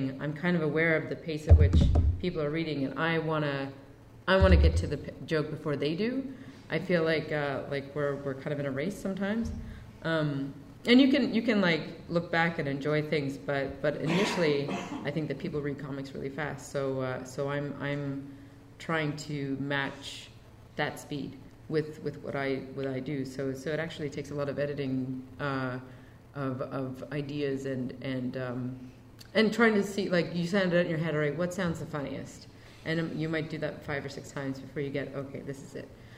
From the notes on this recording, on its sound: In front of a live audience at the Lakes International Comic Art Festival.